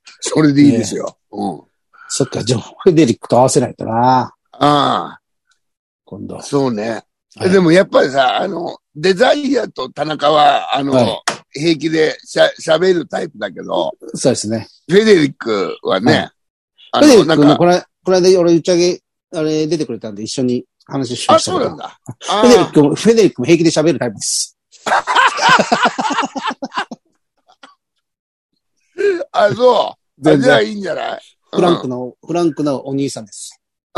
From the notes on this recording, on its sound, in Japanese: ZOOMで収録